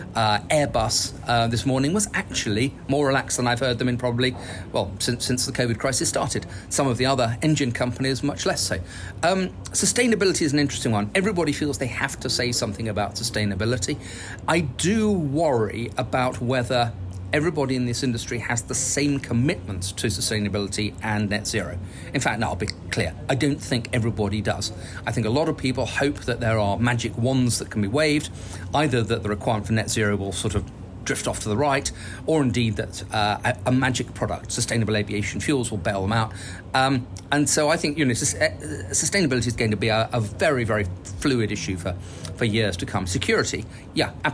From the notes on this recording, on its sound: The interview, recorded on location at the biennial Paris Air Show, also captures trend-related civil and military news from the week-long event, the aviation’s largest industry-focused gathering.